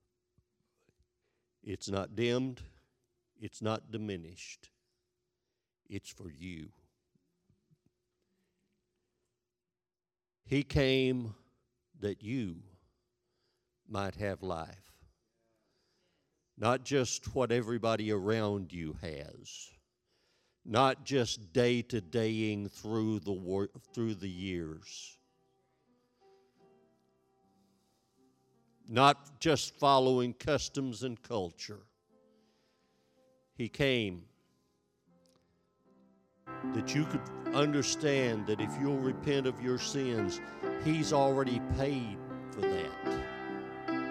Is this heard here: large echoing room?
yes